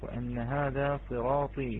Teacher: لقوة الطاء التي بعدها ففخمت هذه الراء · Term: مفخمة